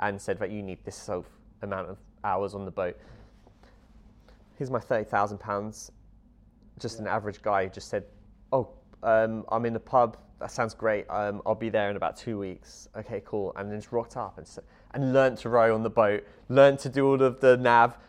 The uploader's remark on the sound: As we were in the Alexandra Hotel in Fort William during the Mountain Festival this year, there is a bit of background noise from other people moving around the hotel.